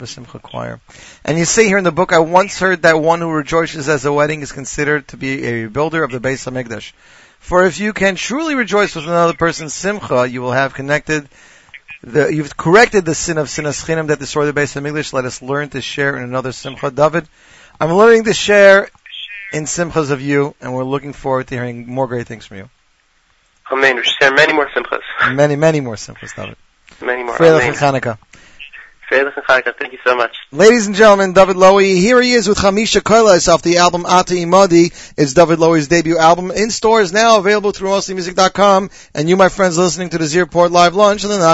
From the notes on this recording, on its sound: phone in from Israel